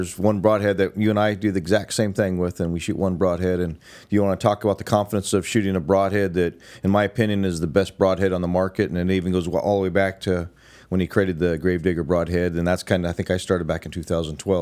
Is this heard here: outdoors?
no